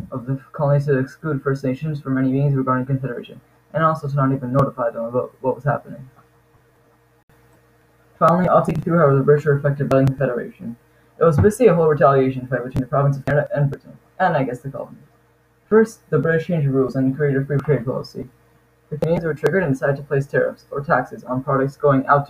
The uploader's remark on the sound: Note this episode is cut short due to technical difficulties